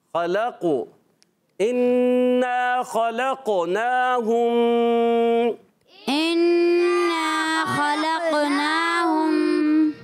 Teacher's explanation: خلقو انا خلقناہم انا خلقناہم، ہم میں گول ہو جائیں گے، ہم میں ہونٹ گول ہوں گے کیونکہ ہاں پر پیش ہے